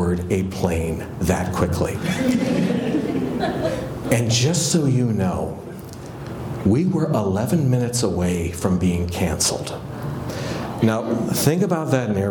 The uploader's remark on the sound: excerpt from one of my keynote presentations